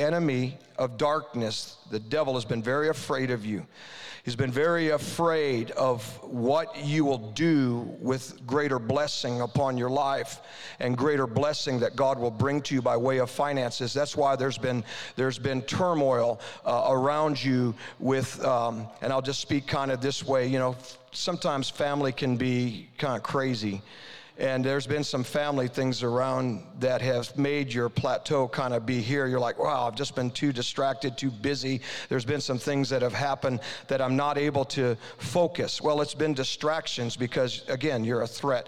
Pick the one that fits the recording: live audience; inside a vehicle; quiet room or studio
live audience